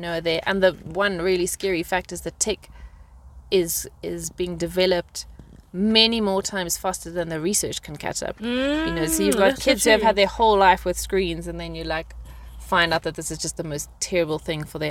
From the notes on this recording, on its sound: sit in the car and chat